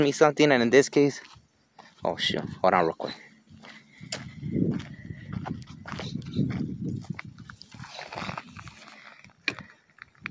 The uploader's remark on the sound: was recorded while on a hike.